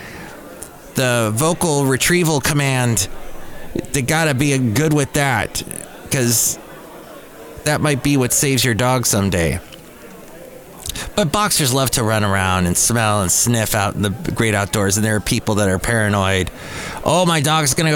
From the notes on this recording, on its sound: podcasts live from Café Anyway